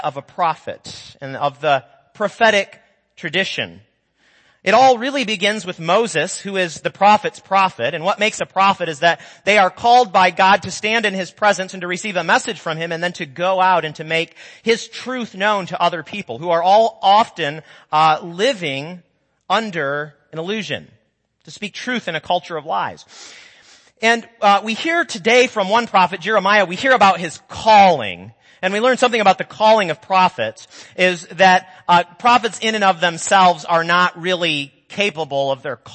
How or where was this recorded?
large echoing room